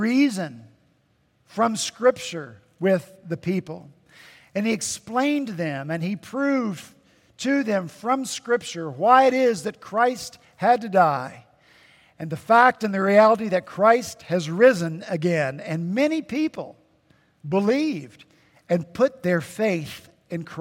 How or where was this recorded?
large echoing room